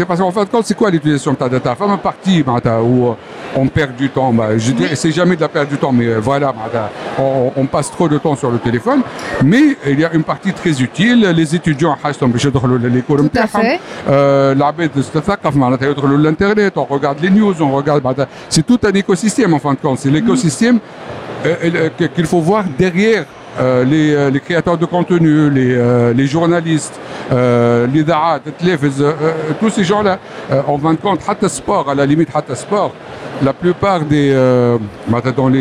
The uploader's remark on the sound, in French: Dans ce premier épisode de notre édition spéciale de DigiClub en direct de Paris, nous avons interviewé durant le salon VivaTech 2023